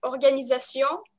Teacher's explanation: звучит одинаково, то есть каждый слог, длительность каждого слога одинакова. Ну, во французском языке чуть-чуть в конце ты ударение поднимаешь и чуть с придыханием звучишь.